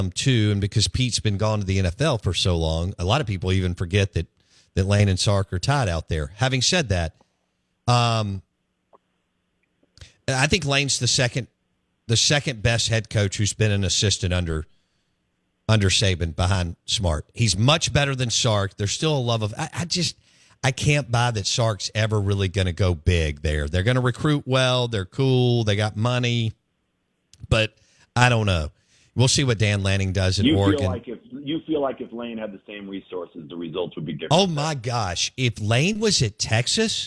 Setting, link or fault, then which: link, phone line